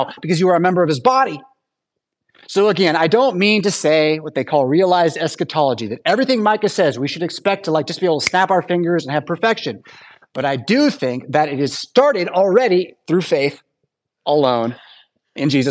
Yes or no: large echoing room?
yes